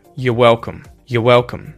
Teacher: Instead of saying you're, I would shorten this, give it the schwa sound